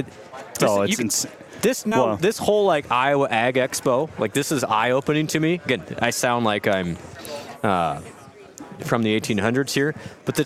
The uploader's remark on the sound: Report live from the Terraplex Ag booth at the 2024 Iowa Ag Expo.